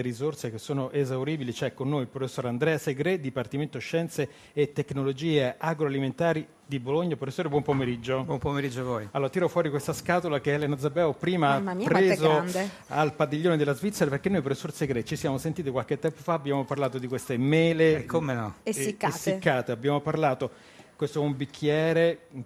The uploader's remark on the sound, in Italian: In diretta da Expo 2015.